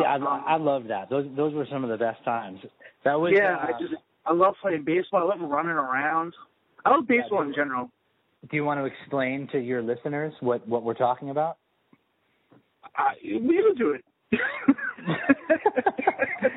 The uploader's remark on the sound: talked on the phone with me while I navigated the highways & byways of Long Island